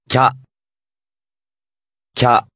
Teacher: This is to indicate a contracted syllable, meaning the two syllables are read as one quick contracted syllable